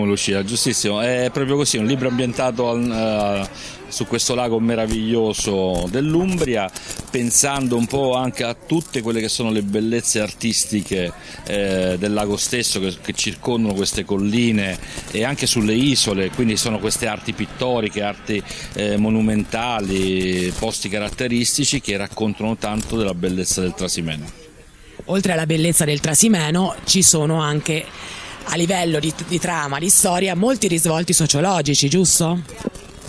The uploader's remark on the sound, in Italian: Con i microfoni di RTN Radio siamo andati a Passignano s/T a visitare la manifestazione Cartoline dal Trasimeno, nella sua prima edizione e a Deruta, al Book Festival, una importante kermesse dedicata al mondo dei libri.